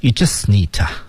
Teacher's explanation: You just need to, just t 失去爆破